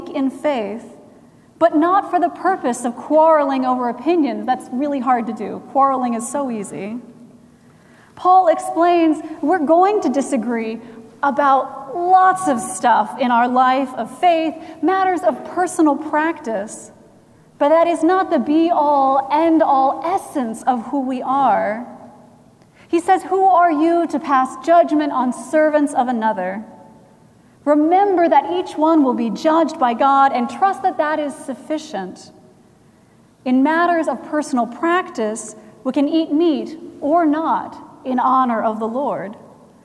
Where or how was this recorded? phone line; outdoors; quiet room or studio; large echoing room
large echoing room